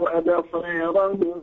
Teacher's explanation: هنا أبصارهم لا تقلل لأن الراء هنا مفتوحة